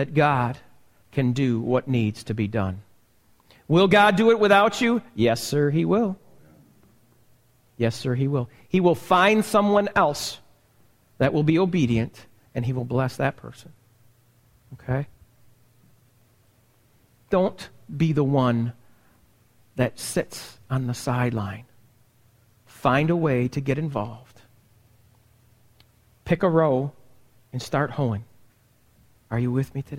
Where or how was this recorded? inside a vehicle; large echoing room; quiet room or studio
large echoing room